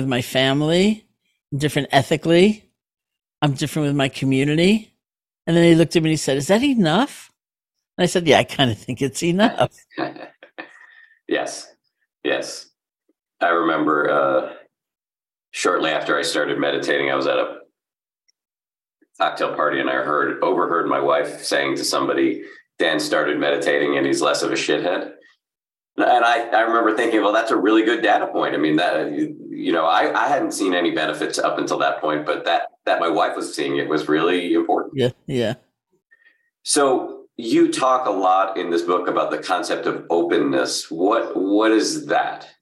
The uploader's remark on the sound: A recording of her virtual book launch event. Hosted by the Insight Meditation Society’s Book Club.